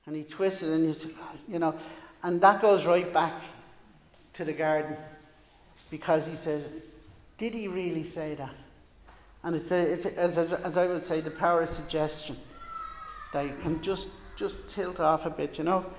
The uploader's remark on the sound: Recorded live in Liberty Church on 25 July 2021